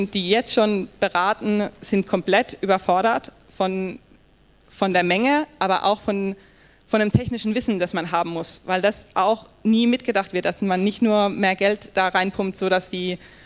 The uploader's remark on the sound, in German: Die zentralen Punkte stellen wir in einem kurzen Lightning Talk mit anschließender Diskussionsrunde vor – und hier stehen nicht nur wir Rede und Antwort, sondern auch das Publikum.